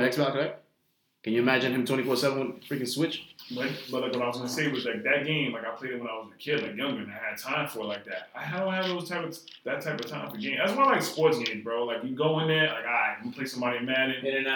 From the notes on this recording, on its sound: Please excuse the audio as always...